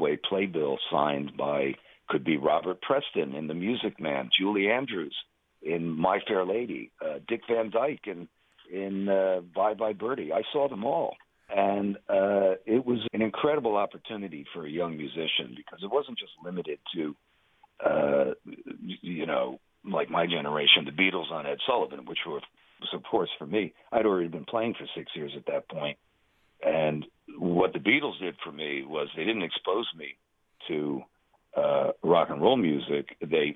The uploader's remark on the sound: chat by phone